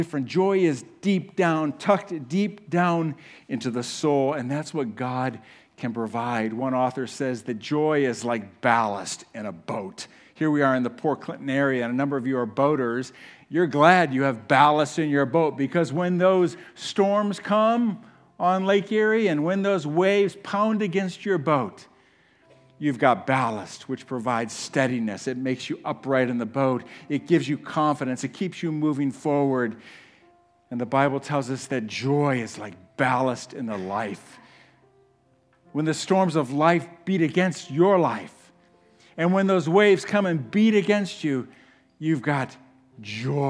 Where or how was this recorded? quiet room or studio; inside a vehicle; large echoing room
large echoing room